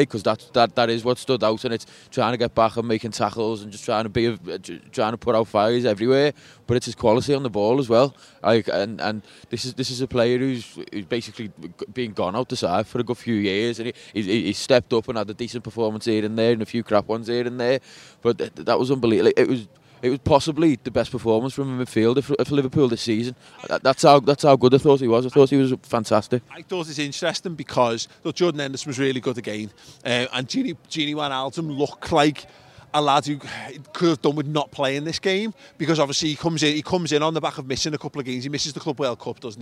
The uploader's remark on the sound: outside Anfield